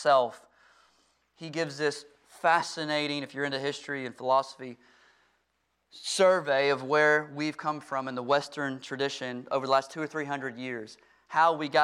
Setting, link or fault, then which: setting, large echoing room